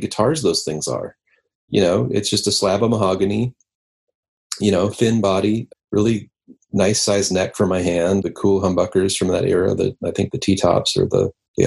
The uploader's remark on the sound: remote ZOOM